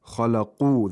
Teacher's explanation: the qaf has a moderate level of tafkhim